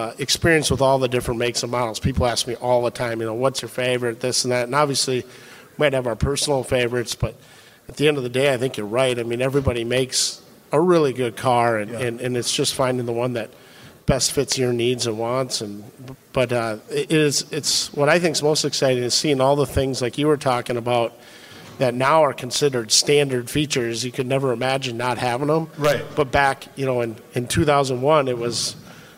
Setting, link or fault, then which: setting, busy venue